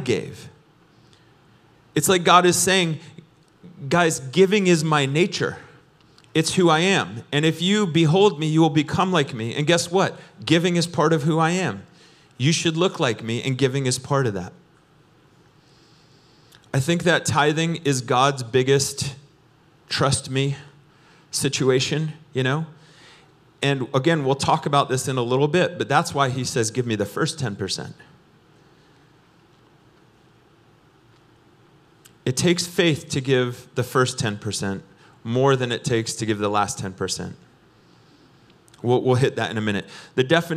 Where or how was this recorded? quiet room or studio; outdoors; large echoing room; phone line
large echoing room